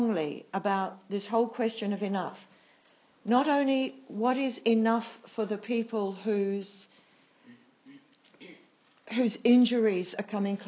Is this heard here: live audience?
yes